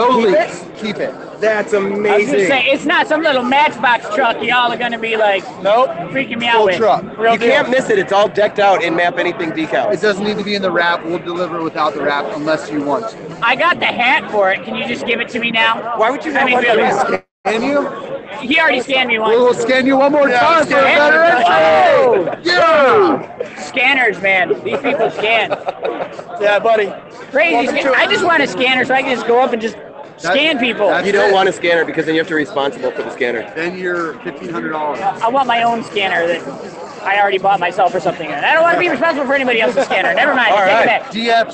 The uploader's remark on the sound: live at Dreamforce 2017